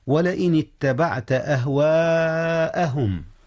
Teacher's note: لأن الألف والهمزة كلتيهما في كلمة واحدة، فالمد متصل